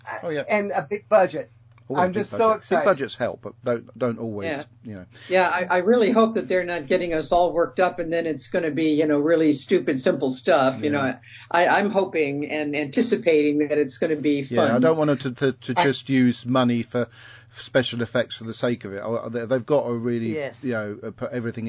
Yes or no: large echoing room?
no